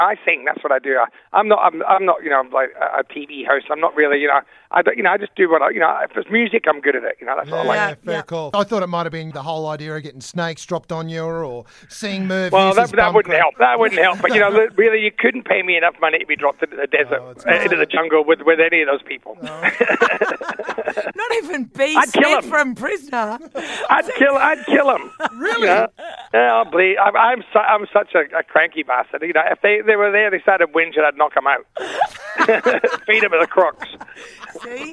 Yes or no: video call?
no